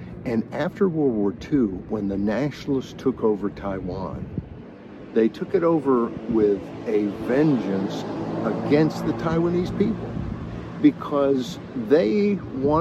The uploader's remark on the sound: delivered from the streets of Taipei, Taiwan